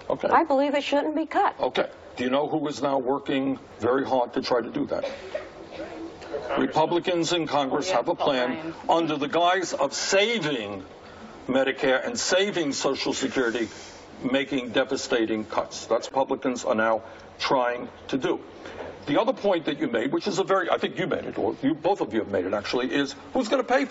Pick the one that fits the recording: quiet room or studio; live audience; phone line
live audience